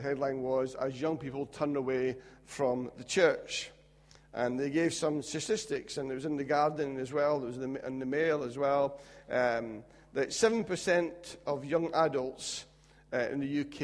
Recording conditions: large echoing room